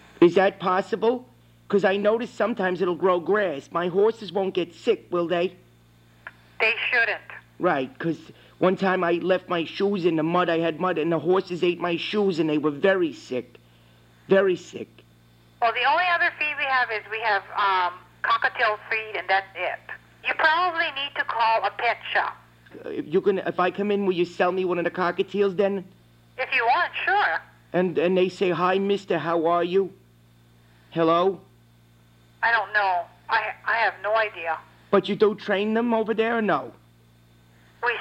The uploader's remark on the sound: Prank Phone Calls